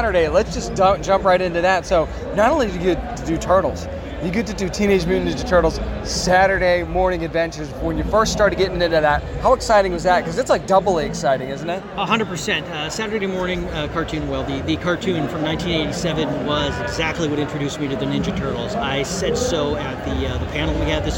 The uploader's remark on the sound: our conversation from the IDW booth at Comic-Con